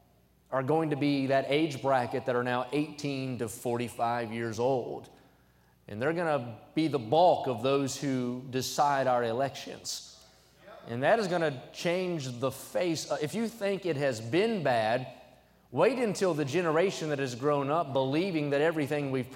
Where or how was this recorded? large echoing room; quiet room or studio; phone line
large echoing room